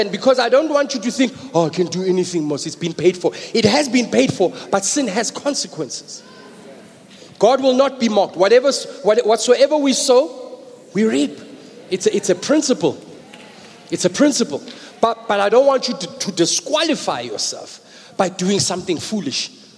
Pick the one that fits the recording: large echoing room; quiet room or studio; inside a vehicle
large echoing room